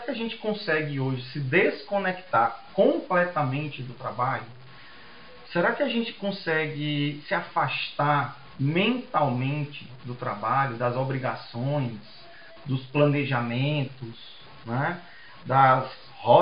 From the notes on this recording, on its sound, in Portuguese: Tivemos problemas técnicos que comprometeram, inclusive, a qualidade do áudio.